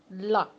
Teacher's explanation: The tip of the tongue touches the tooth ridge. And the air passes by the sides of the tongue. · Term: laterals